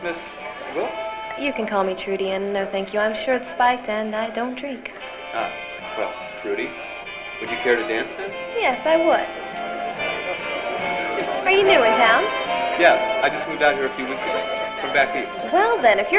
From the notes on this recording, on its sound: Performed before a live audience.